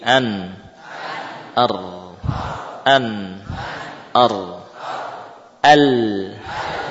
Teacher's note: Bagian gusi yang ditempel oleh lidah masing-masing, baik lam, nun, dan ra, yang kurang lebih sama.